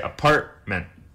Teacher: Nobody ever really pronounces the T like apartment. The T becomes a bit of a glottal stop. People say apartment.